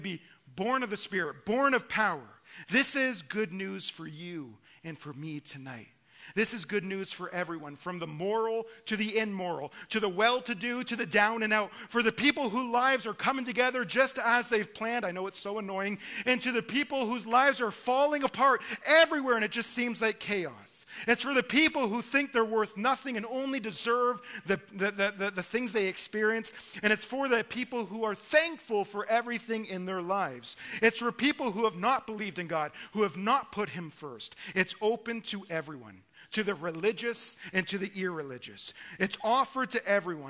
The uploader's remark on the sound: Listen to our Christmas Eve sermon delivered at our evening service.